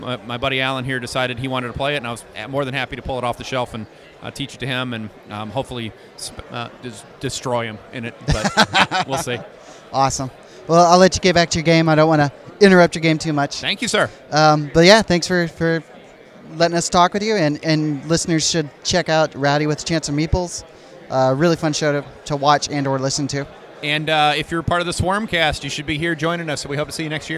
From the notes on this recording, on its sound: This episode was recorded live at Tantrum Con 2020!